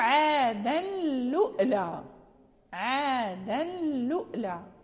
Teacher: ولكن قالون زاد همزة ساكنة على الواو، يعني فيقرأوا عادا لؤلا عادا لؤلا، فيقرأها هكذا عادا لؤلا